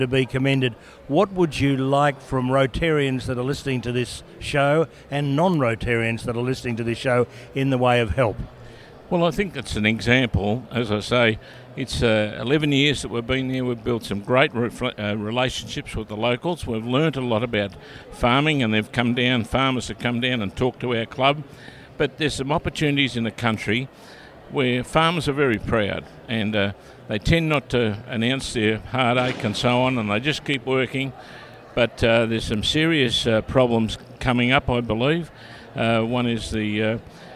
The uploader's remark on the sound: The original interview was recorded at the Multi-District Conference in Melbourne.